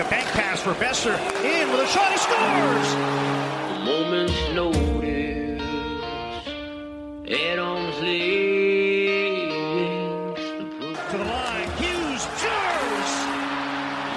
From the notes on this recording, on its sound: Live from Montana's. Today, we're recording on the outdoor patio at Montana's after downing some delicious all-you-can-eat ribs!